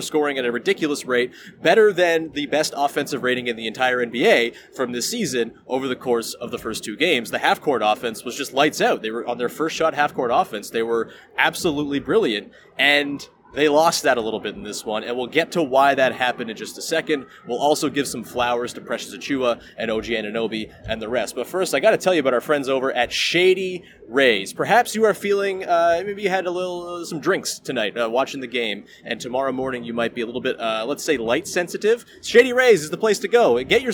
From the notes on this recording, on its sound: Live from Scotiabank Arena. Fields some future-thinking questions from viewers of the live stream.